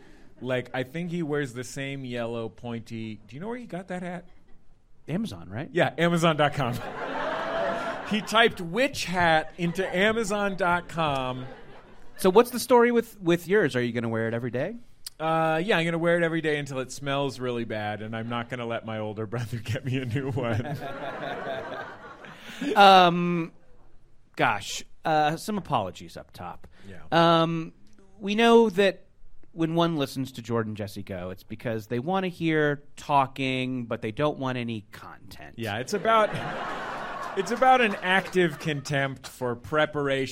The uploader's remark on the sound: Live from MaxFunCon 2022 in Lake Arrowhead